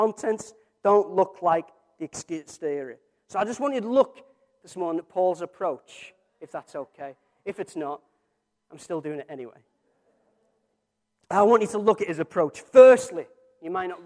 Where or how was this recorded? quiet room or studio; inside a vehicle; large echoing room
large echoing room